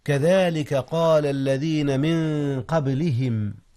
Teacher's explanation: قلقلة الباء إذ هي ساكنة